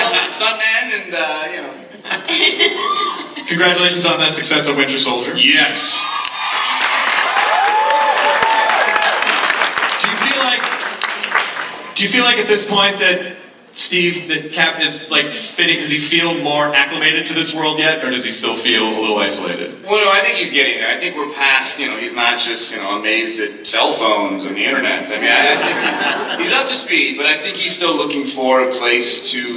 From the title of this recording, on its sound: Comicon Marvel Panel 2014